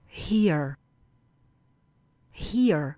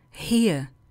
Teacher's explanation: V americké angličtině totiž vyslovujeme náznak koncového r. · Shown in: first take